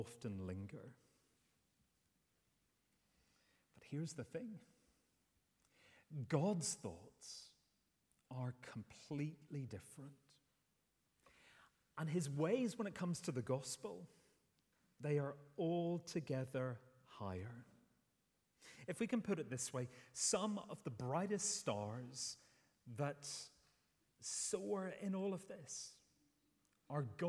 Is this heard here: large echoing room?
yes